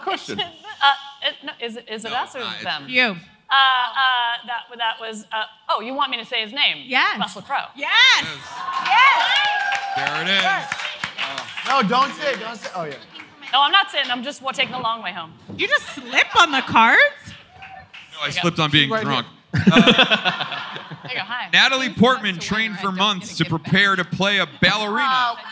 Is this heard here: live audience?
yes